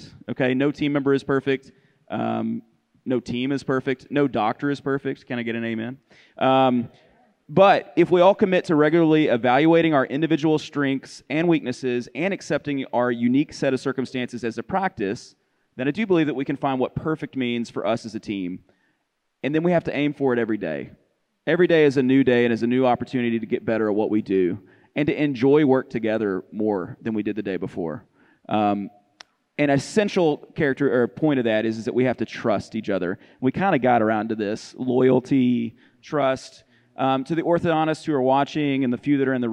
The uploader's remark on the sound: Filmed in front of a live audience at the MOPC 2022.